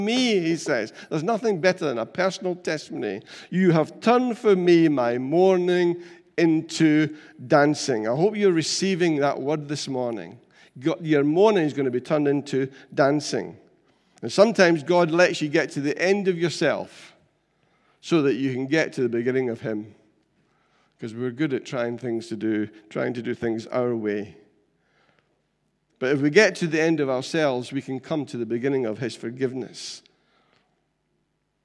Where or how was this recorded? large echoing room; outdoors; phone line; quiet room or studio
large echoing room